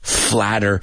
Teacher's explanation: pronounce that word flatter, those T's as if they were a D